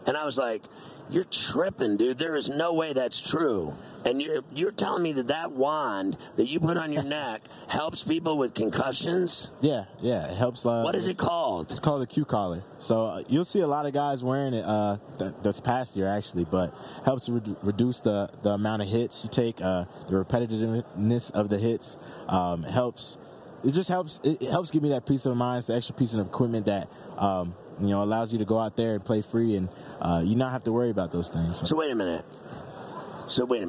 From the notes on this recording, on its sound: Live from Radio Row in Las Vegas as he prepares for Super Bowl LVIII!